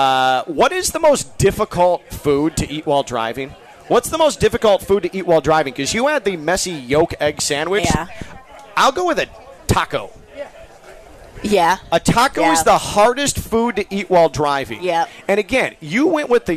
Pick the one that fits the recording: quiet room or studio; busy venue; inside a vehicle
busy venue